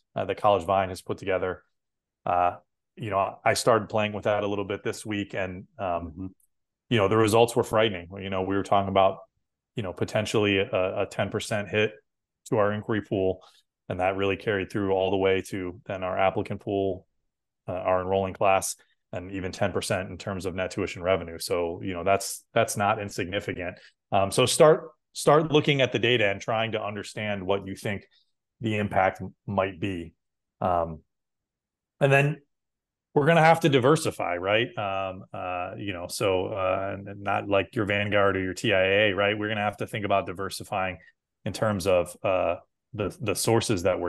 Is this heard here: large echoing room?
no